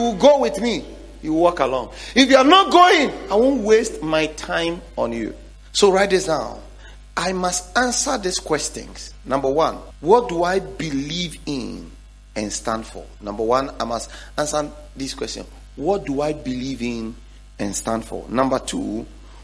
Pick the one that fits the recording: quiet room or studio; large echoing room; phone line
large echoing room